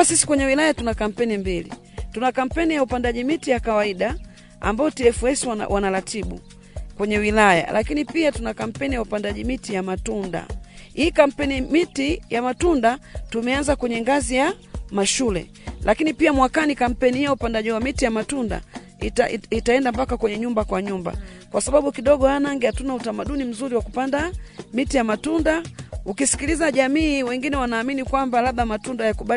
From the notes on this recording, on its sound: This Podcast episode is recorded from the field